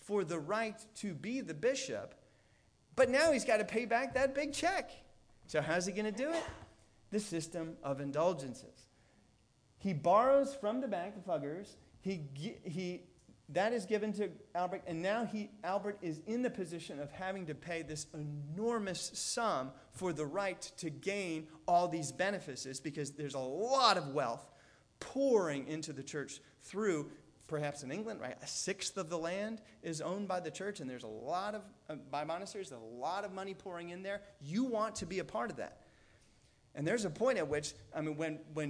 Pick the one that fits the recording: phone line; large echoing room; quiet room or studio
large echoing room